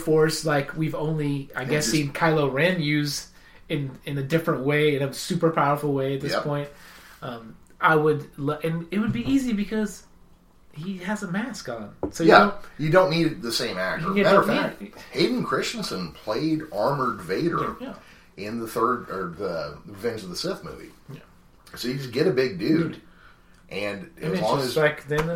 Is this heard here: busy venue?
no